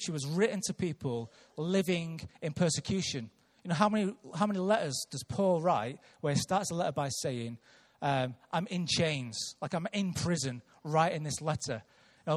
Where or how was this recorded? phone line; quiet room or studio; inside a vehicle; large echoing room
large echoing room